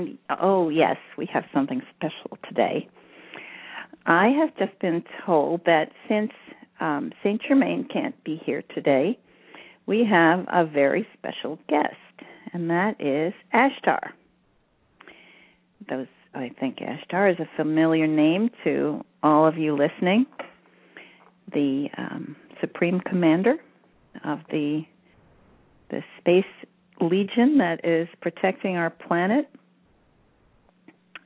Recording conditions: phone line